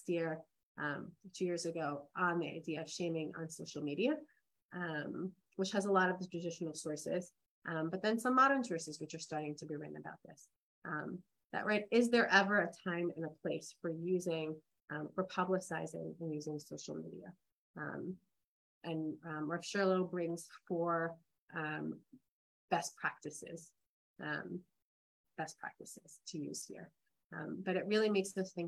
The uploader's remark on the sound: This audio was originally captured from Zoom